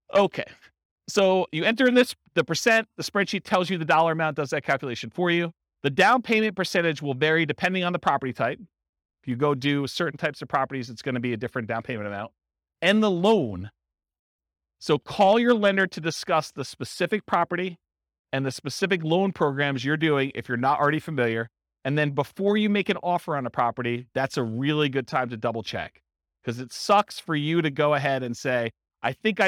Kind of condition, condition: setting, live audience